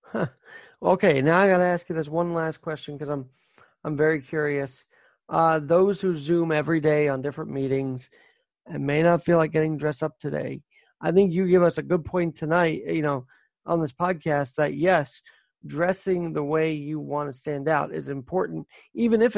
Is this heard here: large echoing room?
no